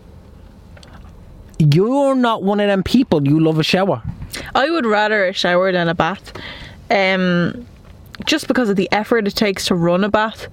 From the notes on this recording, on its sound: When two hyped up adults are sitting in a car outside Starbucks